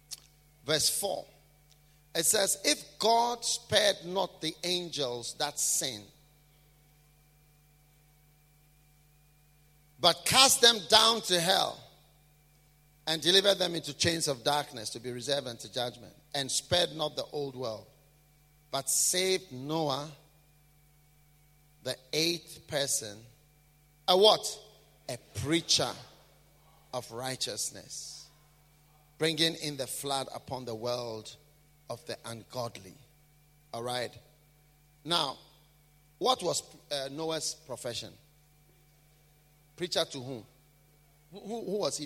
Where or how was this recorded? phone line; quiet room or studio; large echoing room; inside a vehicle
large echoing room